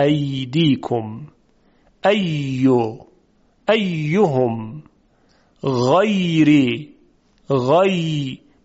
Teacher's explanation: وسط زبان نزدیک میشه به سقف دهان، اما نه اونقدری که در شین بود · Term: یا غیر مدی